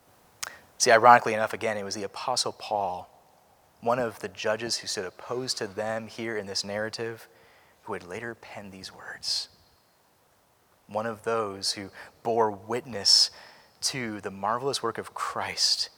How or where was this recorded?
large echoing room